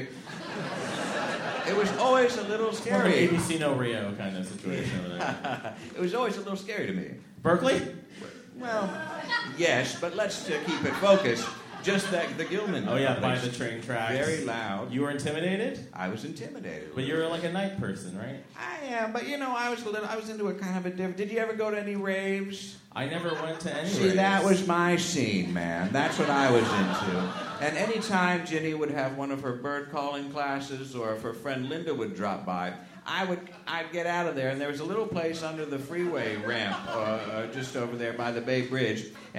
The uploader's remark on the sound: Live at SF Sketchfest